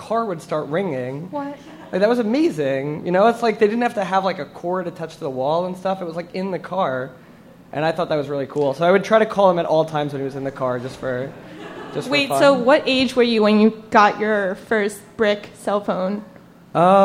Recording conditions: live audience